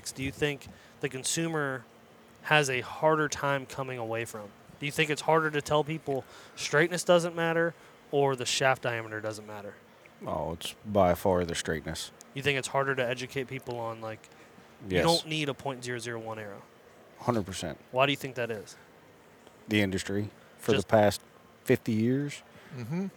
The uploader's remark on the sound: This recording takes place before morning #4 of the Great American Outdoor Show in Harrisburg, PA.